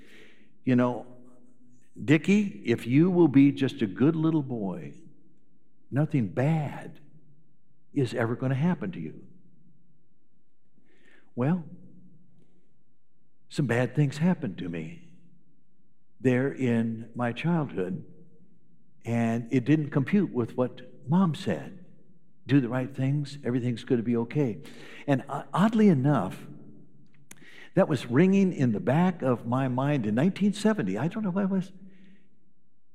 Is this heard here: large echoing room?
yes